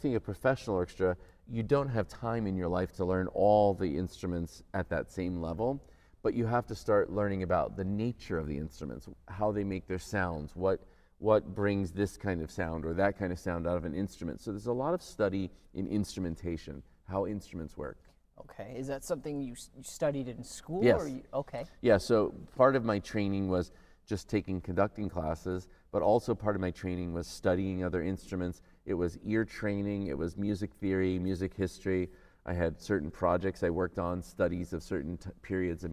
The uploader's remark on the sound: Live from the Capitol Theatre